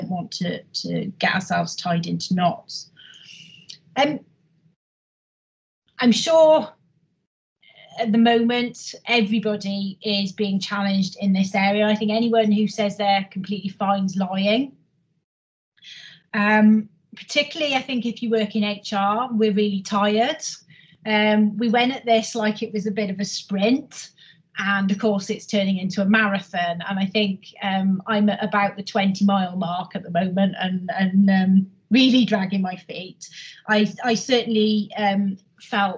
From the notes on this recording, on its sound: we held another virtual HR Insights webinar in November